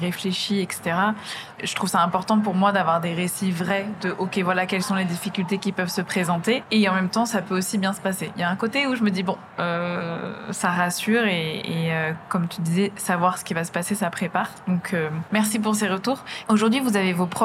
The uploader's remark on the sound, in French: Enregistrée au Salon International de la Lingerie. Nous étions entourées de stands dédiés au bien-être intime, aux sextoys et aux massages. Cette ambiance joyeuse a cependant impacté la qualité sonore de cet épisode.